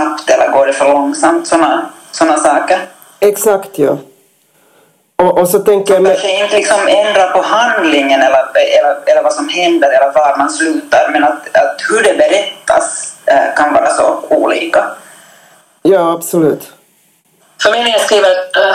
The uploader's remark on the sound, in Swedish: För första gången någonsin kunde gruppen inte samlas rent fysiskt, utan bandade in på olika håll vilket tyvärr påverkade ljudet, men absolut inte innehållet!